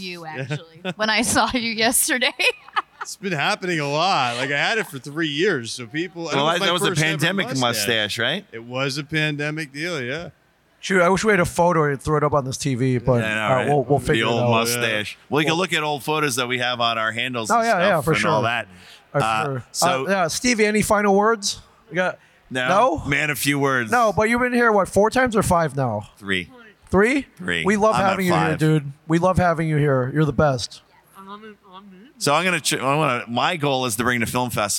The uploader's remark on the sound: Live from Comicpalooza! LIVE from Comicpalooza 2023.